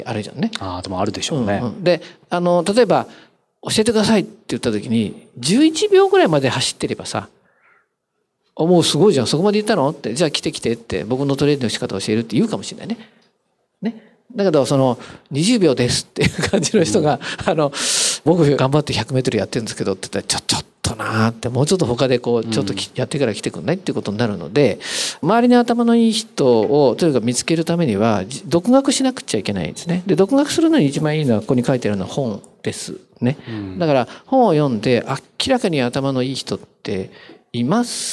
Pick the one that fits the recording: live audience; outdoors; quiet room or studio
live audience